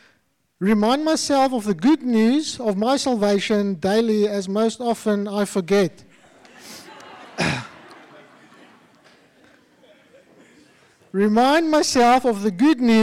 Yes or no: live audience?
yes